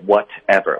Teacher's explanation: what 的特我们要浊化成一个的的音